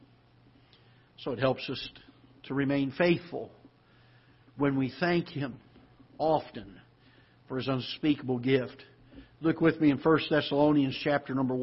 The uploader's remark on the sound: Ketha Heights Baptist Church ~ Live Broadcast